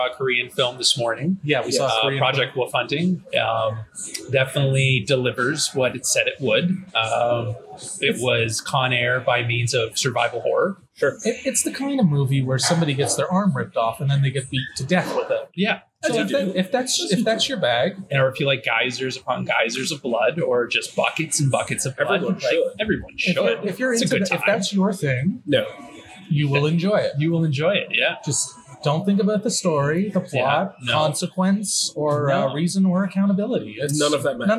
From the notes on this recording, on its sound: The boyz were on location at TIFF '22.